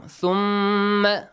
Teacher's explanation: We had a rule. ميم مشدد should produce nasal sound. Nasal sound. غنة. And also stretch the sound for two counts.